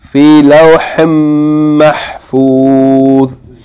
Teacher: Yani, if you have tanween followed by meem, as in lawhin, followed by meem in mahfuz, then it's called yani merging. The noon of the tanween of lawhin, the noon is merged into the meem. So instead of lawhin, you say lawhim. · Term: idgham